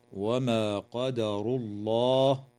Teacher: اللام في اسم الله تعالى في قوله عز وجل: وما قدر الله تفخم لوقوعها بعد ضمه